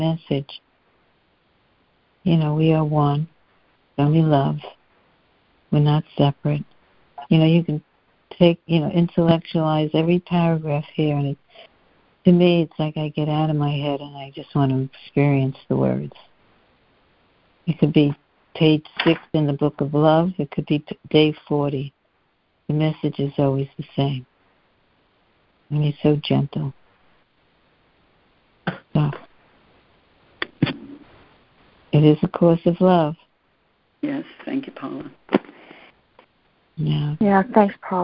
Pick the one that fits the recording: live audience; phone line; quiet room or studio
phone line